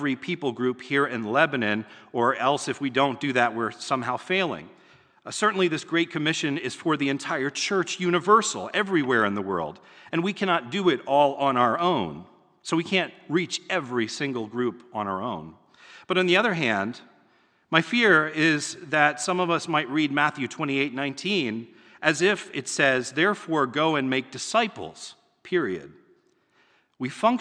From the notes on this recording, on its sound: It was recorded at the Lebanon Bible Fellowship Church in Lebanon, PA during the evening service on 11/14/2021.